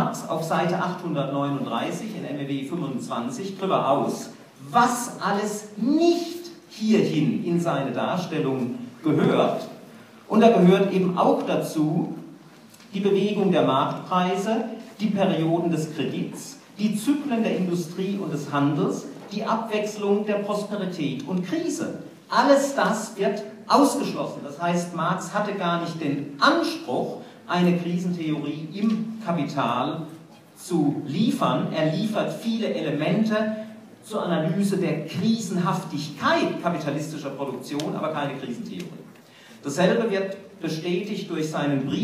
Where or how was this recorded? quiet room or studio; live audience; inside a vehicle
live audience